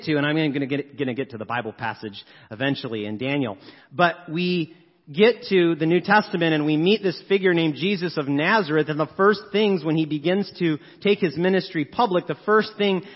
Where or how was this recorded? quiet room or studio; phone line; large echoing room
large echoing room